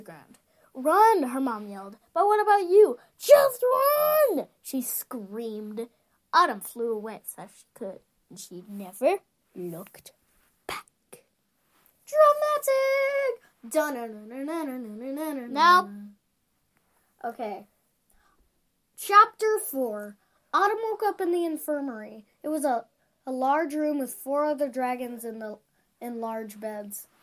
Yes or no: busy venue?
no